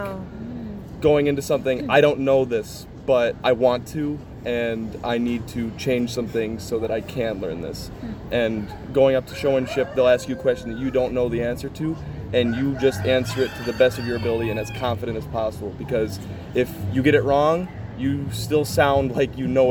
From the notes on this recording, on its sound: OHS Students at the Fair. In this episode we visit the Stoughton Fair.